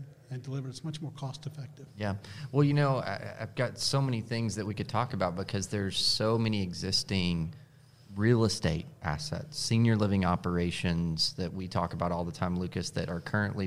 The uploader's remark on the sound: Recorded at Senior Living 100 Conference. Recorded at Senior Living 100 Conference.